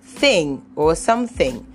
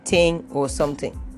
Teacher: the average Nigerian that has not learned to say th would actually say t, because that is the closest sound to the sound th · Shown in: second take · So instead of a person saying thing or something, the person would say ting or something.